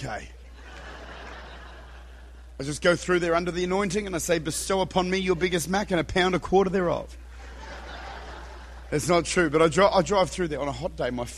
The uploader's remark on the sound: Recorded at Redeemer Church, Utica, New York.